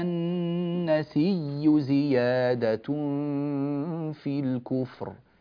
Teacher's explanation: جاء ورش رحمه الله وأدغم الياء الأولى في الياء الثانية فصارت النسي بياء مشددة